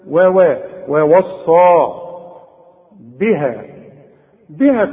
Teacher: عندك المد أربع حركات لأنه بعده همزة